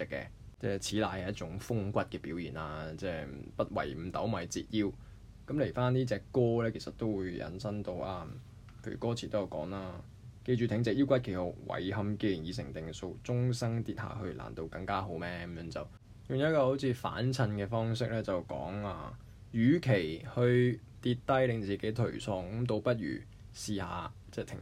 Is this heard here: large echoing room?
no